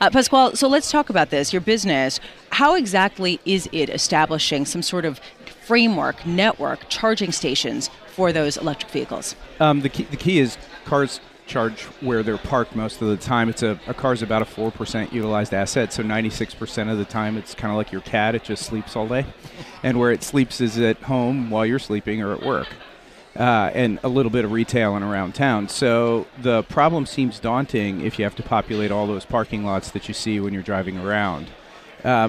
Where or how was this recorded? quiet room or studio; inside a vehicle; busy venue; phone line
busy venue